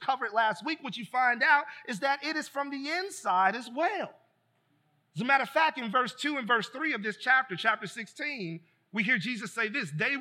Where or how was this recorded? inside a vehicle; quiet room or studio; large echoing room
large echoing room